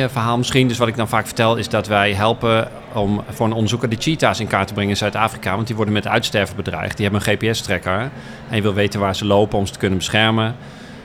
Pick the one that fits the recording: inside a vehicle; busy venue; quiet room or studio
busy venue